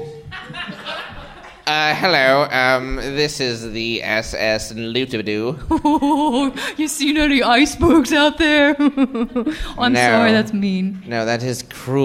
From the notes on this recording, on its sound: Improv comedy on stage live in Portland.